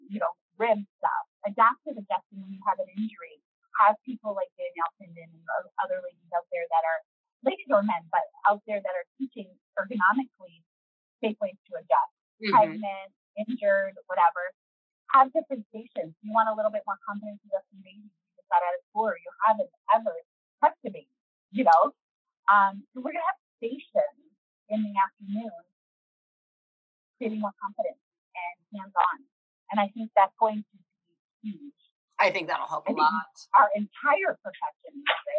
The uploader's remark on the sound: We are aware of the audio issues in this episode